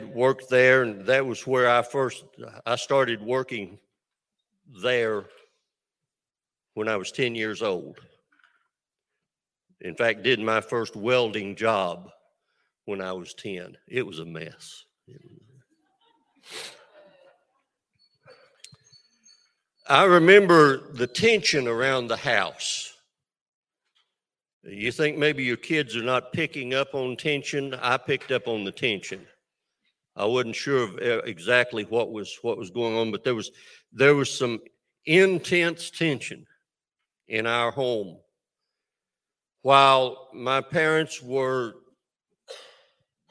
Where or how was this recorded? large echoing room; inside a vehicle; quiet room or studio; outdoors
large echoing room